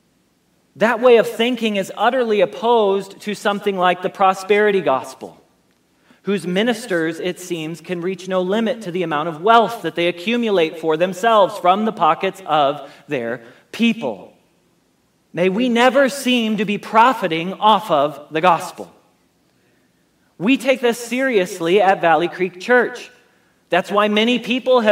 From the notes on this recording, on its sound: Message Preached at Valley Creek Church